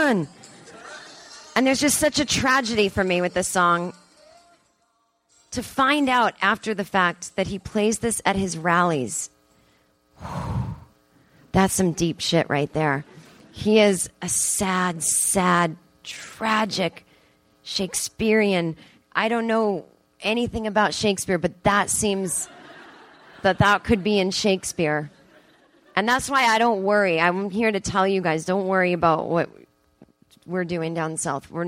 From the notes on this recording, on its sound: Live on stage in front of an audience at the Second City Theatre in Toronto, Canada at the Just For Laughs 42 Festival.